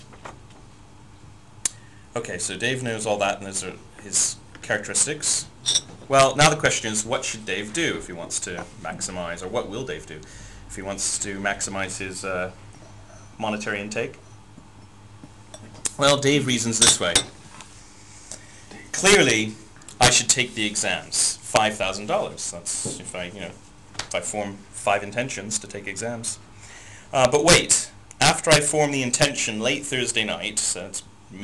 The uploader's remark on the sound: Unfortunately, the audio recording levels were too high, so there is a lot of distortion.